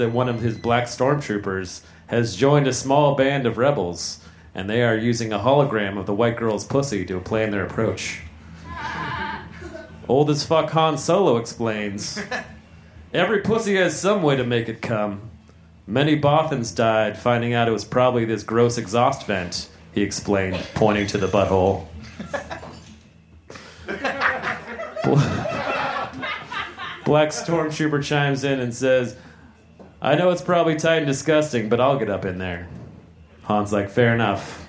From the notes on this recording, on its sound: Recorded live at The Virgil in Los Angeles, December 20, 2015.